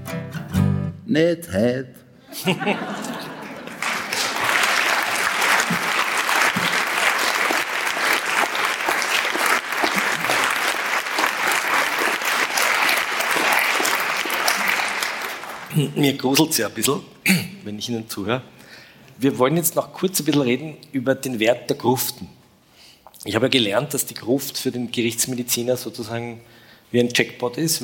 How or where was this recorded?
live audience